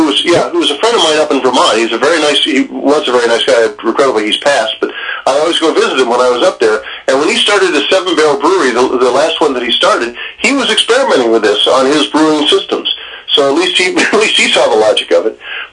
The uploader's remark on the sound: hit the phones